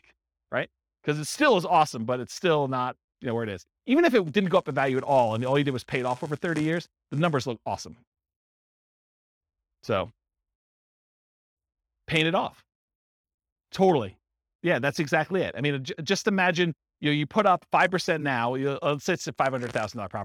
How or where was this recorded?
live audience